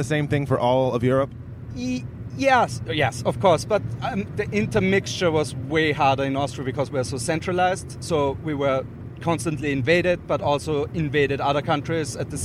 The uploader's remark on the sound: Episode recorded in a car in Austria with two Austrian comics on our way to a show in Salzburg!